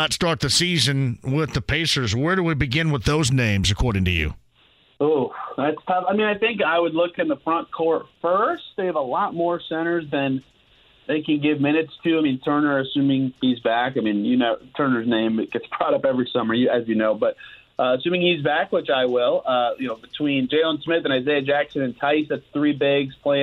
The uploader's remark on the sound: talks to some listeners over the phone